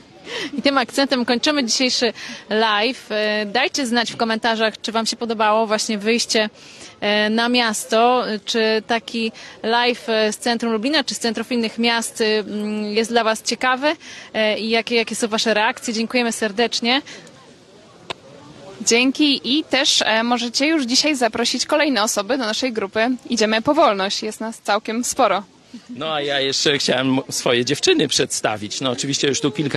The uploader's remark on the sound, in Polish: przeprowadzony na Placu Litewskim w Lublinie